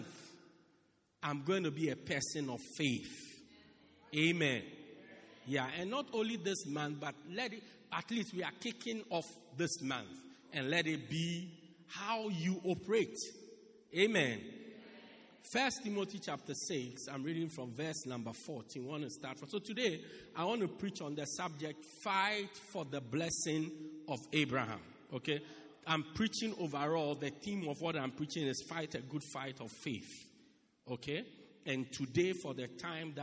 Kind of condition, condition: setting, large echoing room